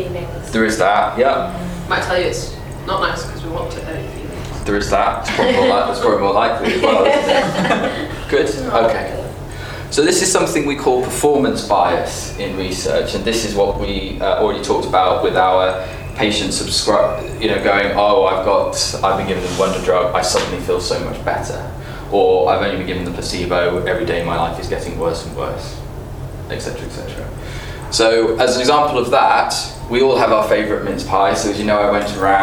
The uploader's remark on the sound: In this live recording of the ninth #UnblindingResearch session